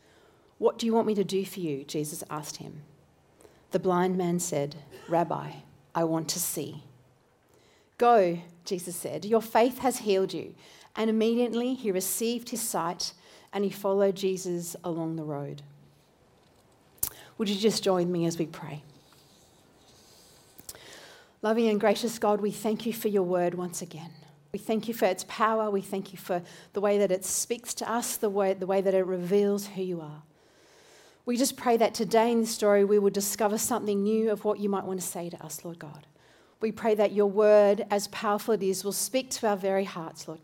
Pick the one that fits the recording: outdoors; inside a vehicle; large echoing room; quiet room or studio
large echoing room